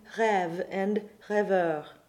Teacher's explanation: opening an E to the epsilon E, as in rêve and rêveur.